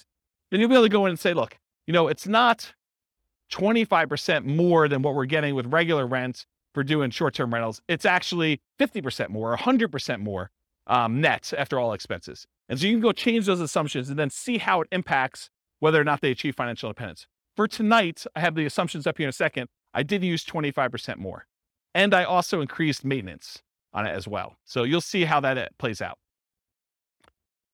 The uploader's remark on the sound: This was a live class recorded